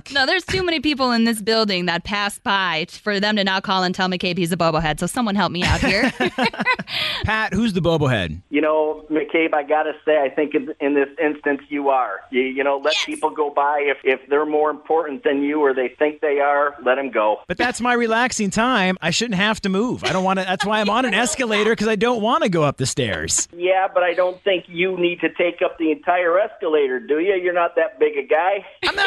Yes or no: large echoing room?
no